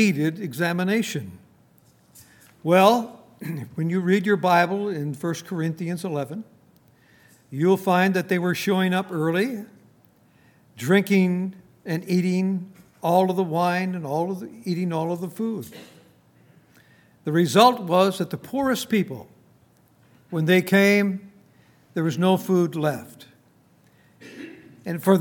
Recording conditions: large echoing room